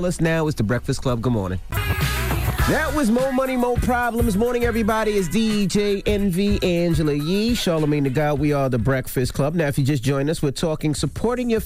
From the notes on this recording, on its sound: Today on the show we opened up the phone lines